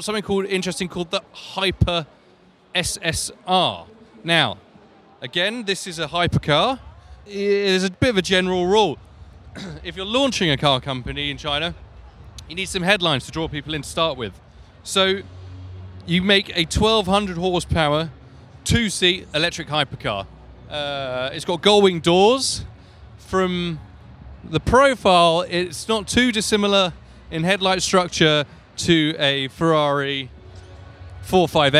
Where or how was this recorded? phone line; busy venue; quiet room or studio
busy venue